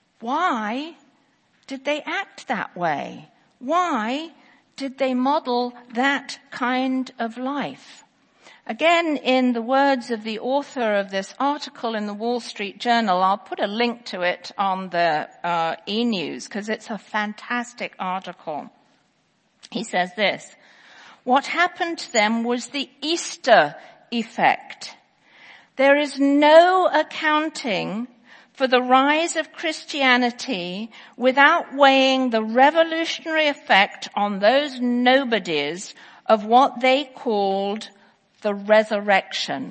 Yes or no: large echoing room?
yes